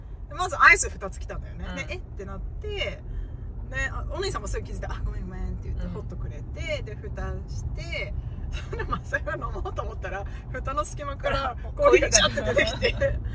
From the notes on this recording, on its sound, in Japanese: ドライブトーク！今週はアリゾナ州フェニックスから、マリコパという町までのドライブ中に収録をしました！ （雑音が多くて聞きづらかったらごめんなさい。。。）。車から見える景色をできるだけ言葉で説明しつつ。